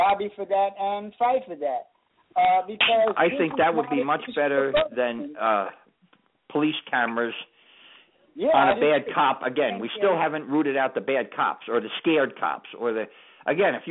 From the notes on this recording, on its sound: This is a Live call in show.